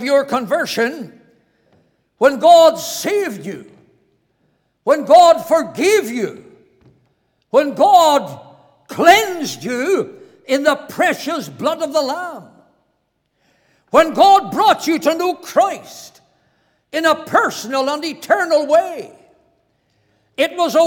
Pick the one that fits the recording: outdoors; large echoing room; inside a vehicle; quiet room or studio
large echoing room